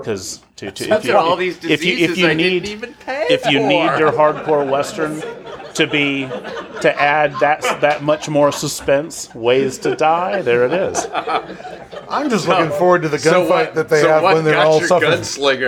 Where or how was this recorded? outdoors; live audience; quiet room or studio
live audience